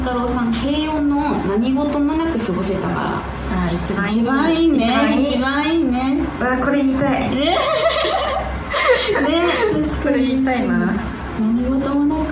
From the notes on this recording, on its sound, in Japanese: 番組初の公開収録です